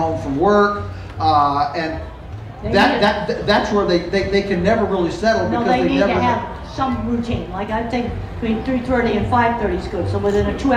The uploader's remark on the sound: The interview was done at the Homestead Festival